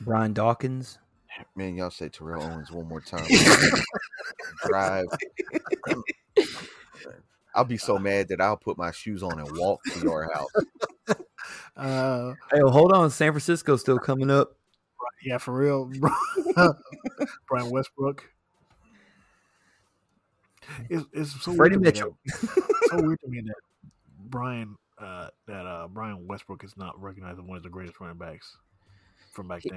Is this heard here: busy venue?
no